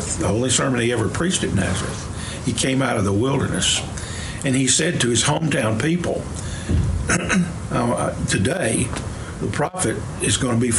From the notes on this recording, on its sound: Preached on May 21, 2023 for our MorningSong Worship Service.